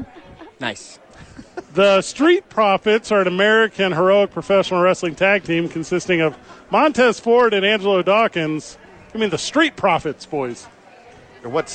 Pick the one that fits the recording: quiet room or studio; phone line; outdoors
outdoors